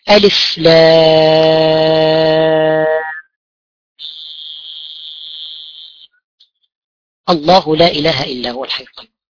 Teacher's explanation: مددت الميم بمقدار 6 حركات، فوقفت على الميم وأخذت نفس ولم أصلها بلفظ الجلالة